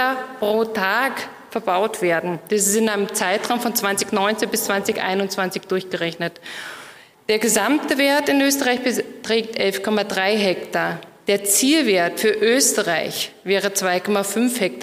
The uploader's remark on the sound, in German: Die Aufzeichnungen dazu entstehen bei den Live-Veranstaltungen zur Direktwahl. Heute gibt es eine spannende Keynote.